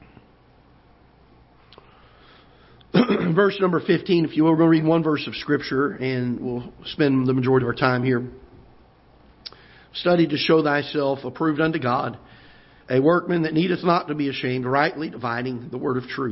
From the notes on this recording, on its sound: Ketha Heights Baptist Church ~ Live Broadcast.